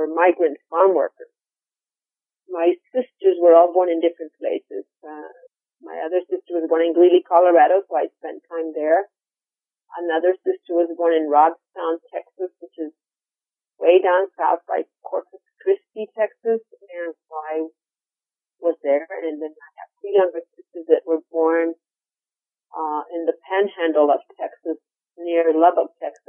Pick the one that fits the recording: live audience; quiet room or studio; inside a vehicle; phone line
phone line